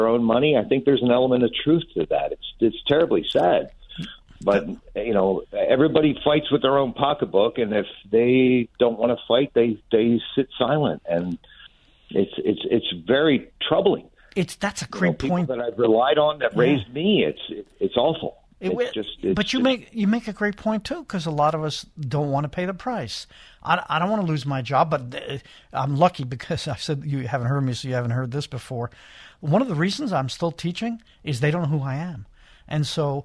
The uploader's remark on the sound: We open the phone lines to hear from you!